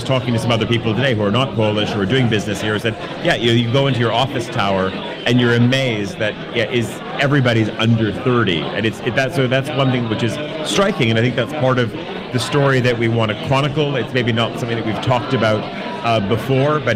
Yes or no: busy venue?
yes